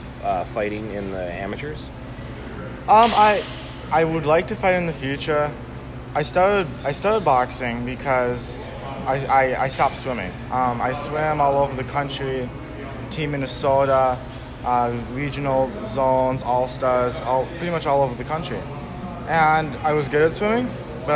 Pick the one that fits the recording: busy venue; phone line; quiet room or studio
busy venue